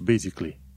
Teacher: Al doilea A nu este pronunțat